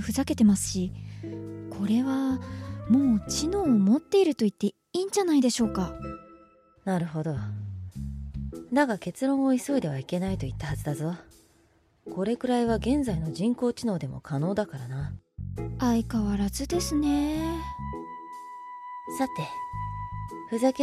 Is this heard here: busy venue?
no